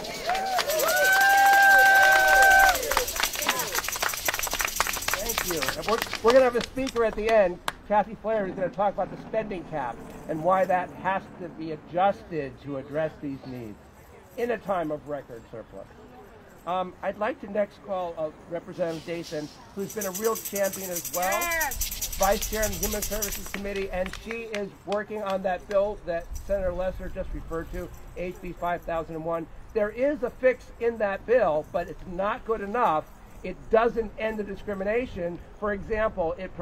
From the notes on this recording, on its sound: Audio of the Fix Husky C Rally at the CT State Capitol